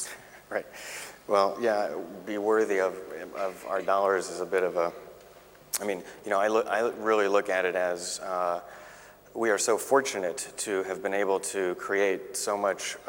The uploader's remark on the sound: In this podcast, recorded at the 2000 International Achievement Summit in London, England. In his discussion with the Academy's student delegates.